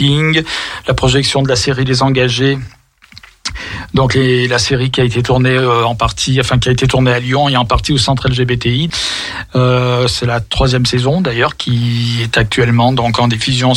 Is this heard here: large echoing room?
no